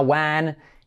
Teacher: fíjate esa E que suena tirando casi a una A